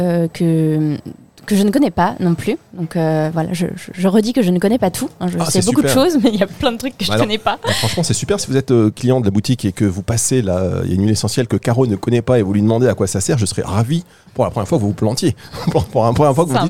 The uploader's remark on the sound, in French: Emission spéciale en direct de Aroma Zone